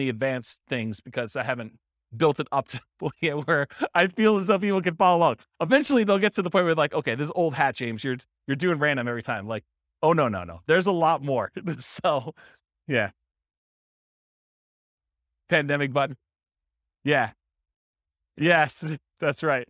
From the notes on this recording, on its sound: This was a live class recorded